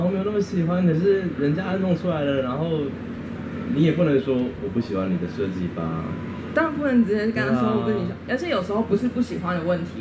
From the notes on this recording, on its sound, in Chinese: 本單元為南方家園小客廳與逗點學校聯合制播，也是首次以「Live Podcast」的形式在2023年讀字公民市集上錄音。